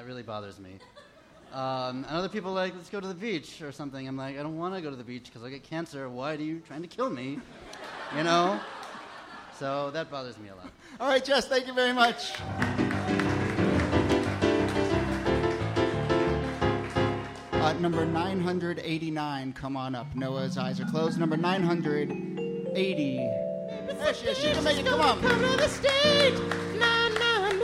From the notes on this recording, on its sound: Ask Roulette is a conversation series in which strangers ask each other questions on stage. This excerpt is from our July show at Housing Works Bookstore in New York City.